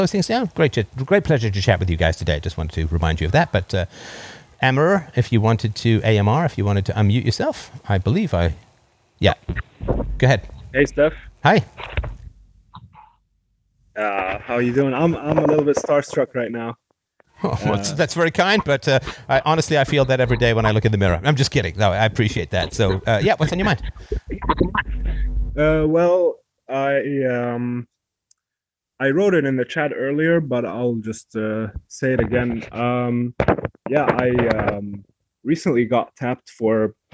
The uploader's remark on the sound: Freedomain Call